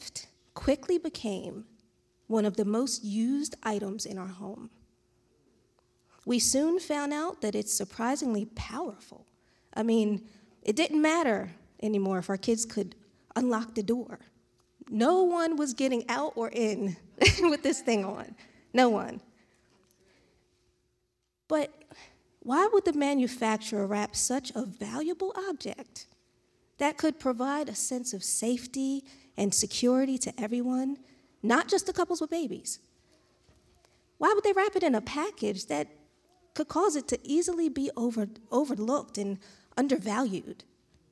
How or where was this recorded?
large echoing room